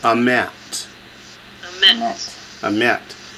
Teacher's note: Notice that normally if there's two sigol in a row, you accent the first one. So they put the shava under the aleph to remind us, don't do that. Accent the second syllable